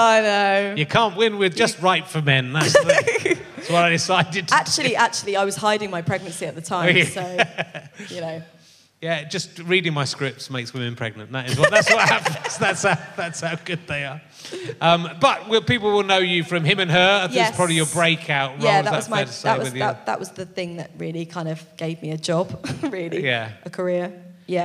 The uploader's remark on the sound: An interjection from the audience. It was a mistake to bring the show to the provinces.